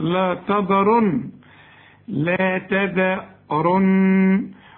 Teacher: ولا تذرن النون لازم تغنى عند الوقف وعند الوصل